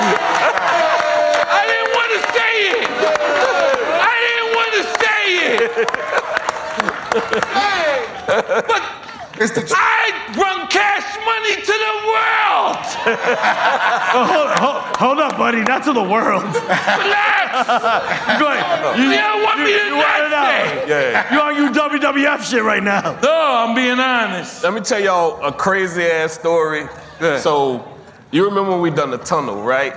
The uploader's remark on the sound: Live from REVOLT World